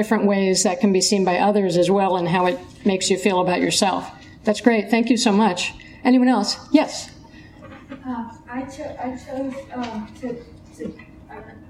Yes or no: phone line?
no